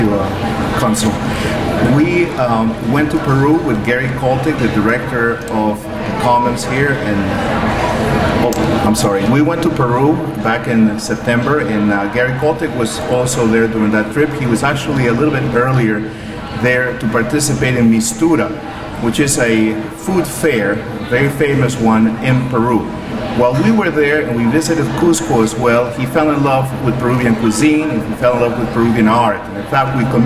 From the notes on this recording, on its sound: YOP Conference- Opening Ceremony & Luncheon.